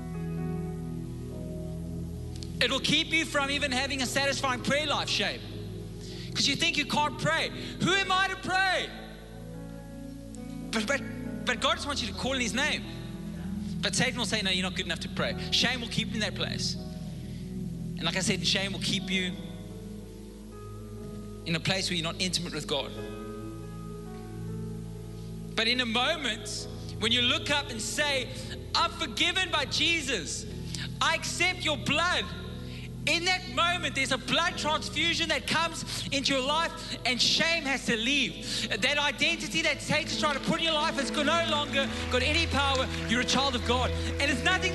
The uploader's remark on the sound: Recorded live on Sunday the 15th April 2022.